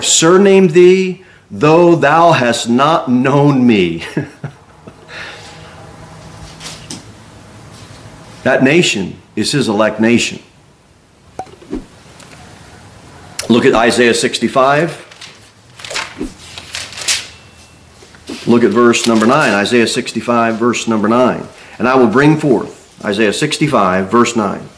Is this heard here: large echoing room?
yes